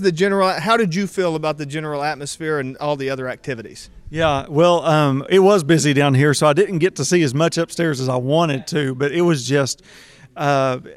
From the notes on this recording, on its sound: Recording this podcast episode at the 2023 West Virginia Makes Festival in Huntington, I find myself immersed in the bustling atmosphere of creativity and innovation. It’s heartening to see school buses outside, bringing students to witness the projects on display.